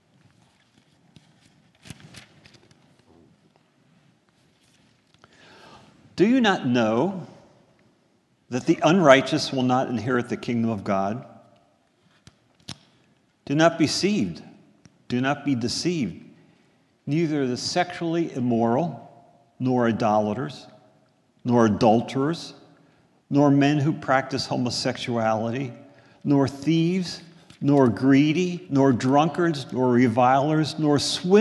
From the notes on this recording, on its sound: This is a sermon recorded at the Lebanon Bible Fellowship Church in Lebanon, PA during the morning worship service